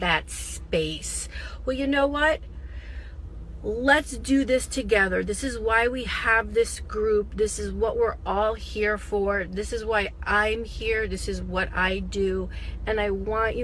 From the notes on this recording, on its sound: In this short Connected Body Podcast I share with you an impromptu talk that I recorded in my car.